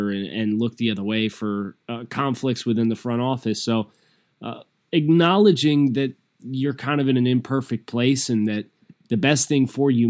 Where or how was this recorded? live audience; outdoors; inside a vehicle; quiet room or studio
quiet room or studio